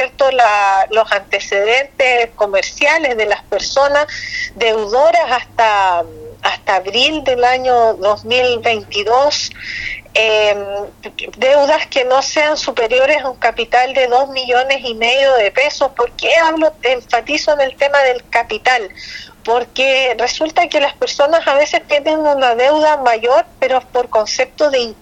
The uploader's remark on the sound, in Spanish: EN CONVERSACION TELEFONICA